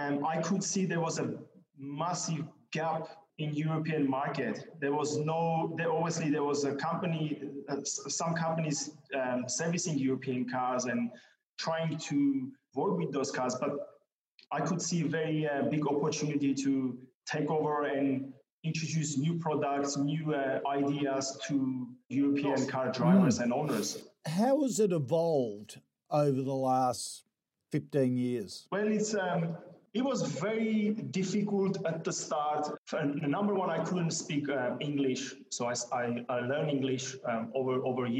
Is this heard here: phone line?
no